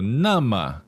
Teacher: So 那么, fourth tone neutral, that means so